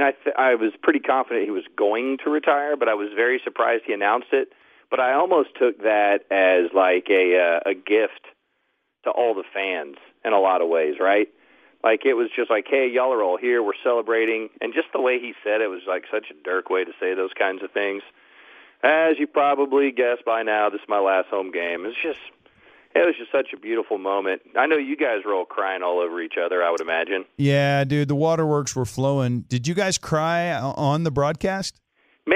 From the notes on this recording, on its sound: called in live from San Antonio